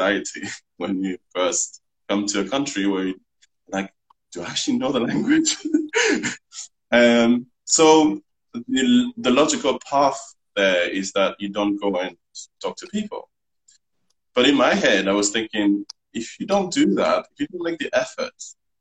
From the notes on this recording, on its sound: Recorded on 18 July 2020 on Instagram Live